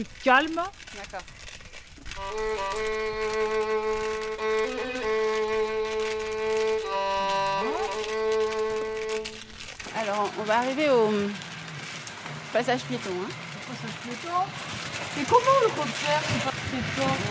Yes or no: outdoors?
yes